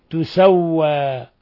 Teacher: الباقون وهم حفص وهم عاصم بضم التاء وتخفيف السين تسوى. فهذه أيضا القراءات في هذه الكلمة القرآنية.